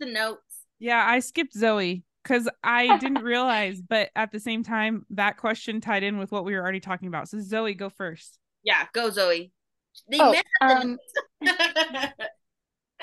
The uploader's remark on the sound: We got the amazing privilege to host a Zoom meeting interview with upcoming author.